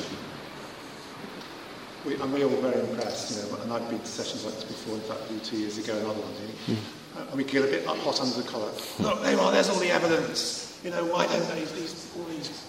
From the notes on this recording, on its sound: Talk with Q&A at Highfields Church Cardiff, 2012.